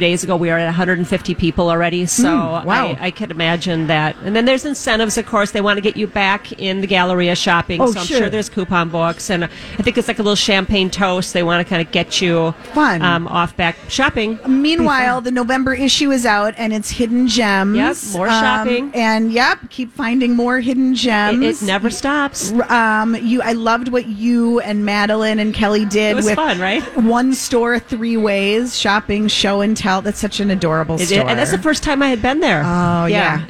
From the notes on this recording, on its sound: Live at the General Store of Minnetonka.